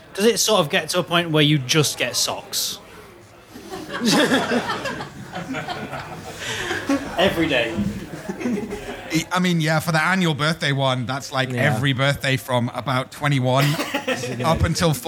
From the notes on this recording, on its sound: Live from The Station House. This is our first-ever live show! In front of an audience of real humans.